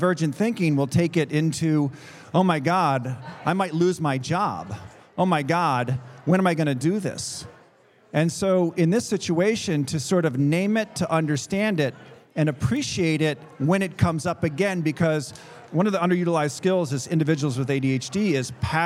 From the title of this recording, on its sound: Live! at the Annual International Conference on ADHD